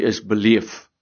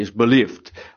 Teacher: baie van hierdie D's is besig om bietjie weg te val · Shown in: first take